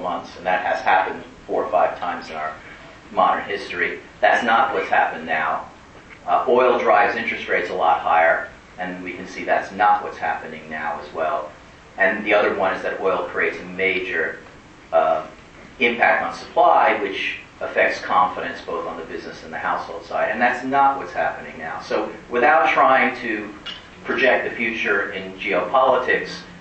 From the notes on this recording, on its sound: to a group of about 150 Binghamton University alumni at a gathering held at the New York Athletic Club in Manhattan, on March 3, 2011.